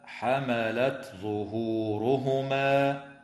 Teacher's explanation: ويراعى إظهار التاء الساكنة عند الظاء في قوله تعالى: حملت ظهورهما، في رواية حفص.